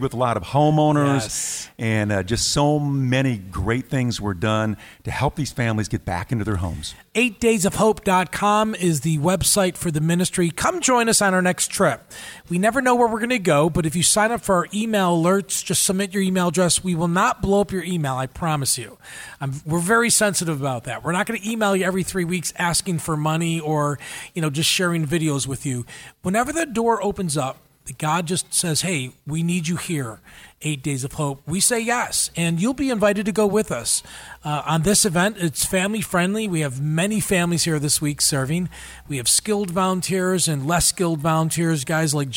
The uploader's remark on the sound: Live Interview During #EDOHXIX